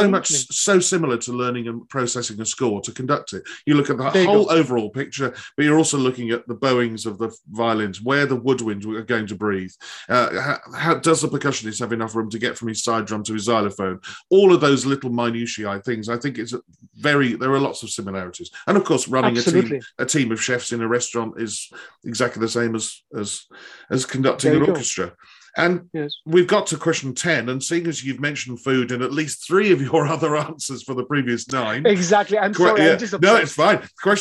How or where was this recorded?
video call